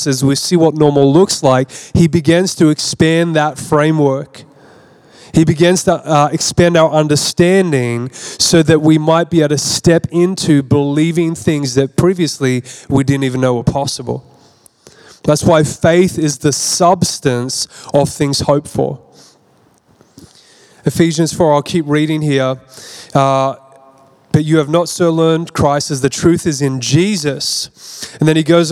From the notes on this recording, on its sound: This message was recorded at Zion Church Gold Coast.